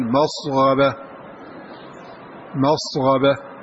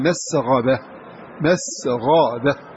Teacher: ما دام وقع بعد السين غين في لغة العربي، قال يجوز أن تقول مصغبة · Shown in: first take · مصغبة، ولكن لا يجوز لنا نحن أن نقرأها مصغبة في يوم ذي مسغبة مسغبة كما جاءت هكذا ونقط متواتر هكذا، لكن قال في لغة العربي يجوز مثل هذا القلب.